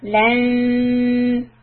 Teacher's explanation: We are going to hide the sound by keeping the tongue close to the makhraj of ta. When I say ta, feel the tip of the tongue is hitting behind your front teeth. · Term: ikhfa